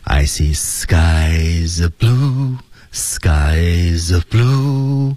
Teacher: 我们看它的节奏部分是 skies of 有一个连读